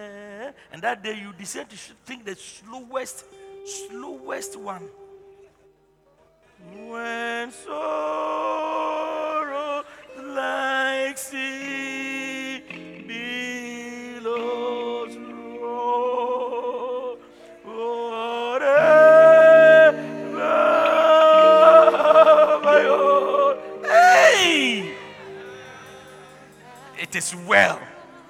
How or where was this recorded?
large echoing room